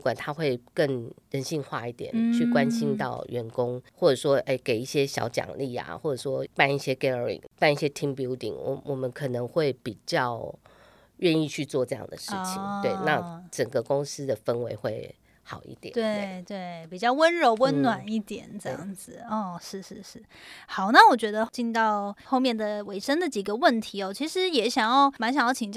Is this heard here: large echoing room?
no